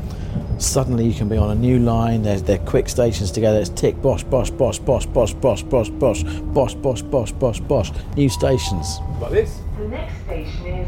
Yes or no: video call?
no